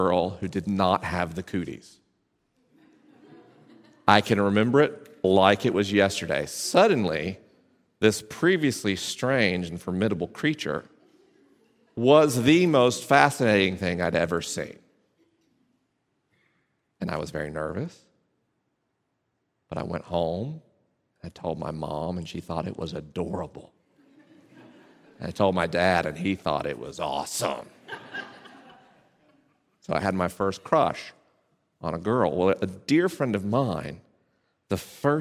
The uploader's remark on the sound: This week's episode was recorded live at Placentia Presbyterian Church in Placentia, CA.